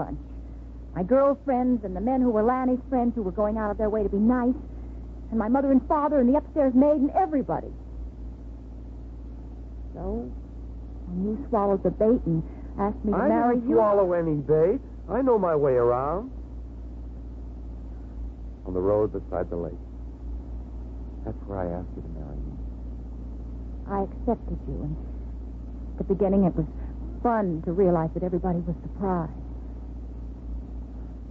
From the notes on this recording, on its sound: Whispering Streets - 1957 Jilted AFRS (Poor Sound).